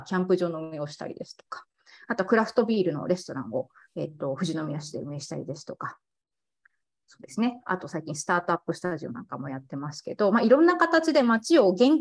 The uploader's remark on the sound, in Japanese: 収録場所： オンライン (Zoom)